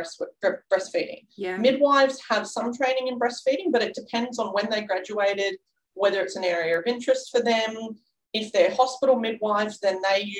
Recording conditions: video call